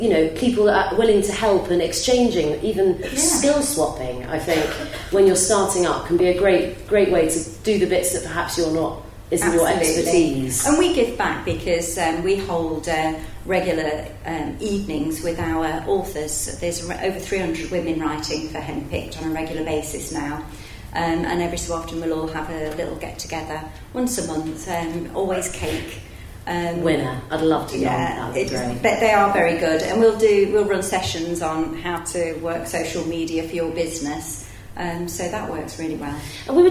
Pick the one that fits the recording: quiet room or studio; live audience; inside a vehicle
live audience